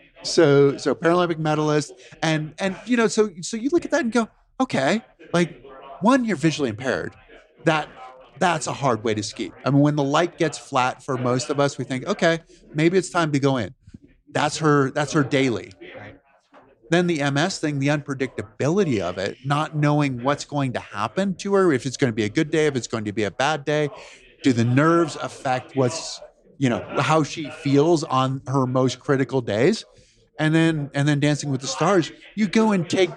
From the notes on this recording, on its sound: We are live from the GoBundance event